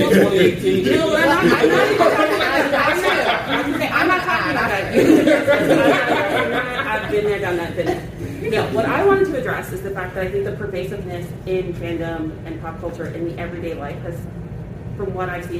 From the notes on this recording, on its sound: Fandom, Fashion, and the Future panel from Blerdcon 2022.